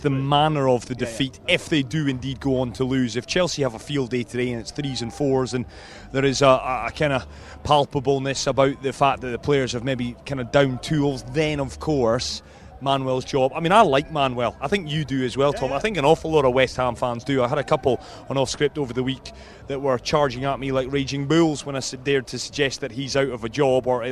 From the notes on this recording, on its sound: From the rooftop garden of Barasti